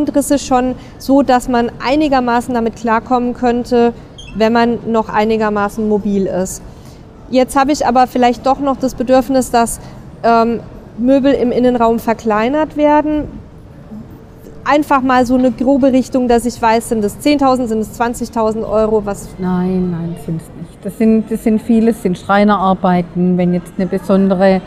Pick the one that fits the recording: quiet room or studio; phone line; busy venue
busy venue